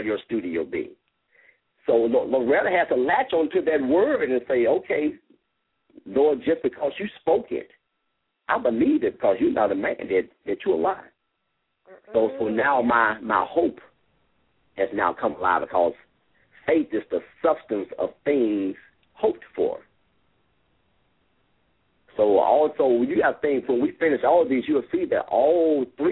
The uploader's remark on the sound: LML uses a progressive live call in format.